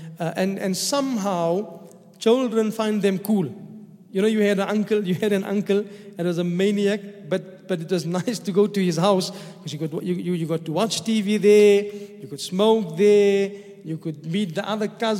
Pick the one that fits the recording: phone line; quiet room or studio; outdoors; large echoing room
large echoing room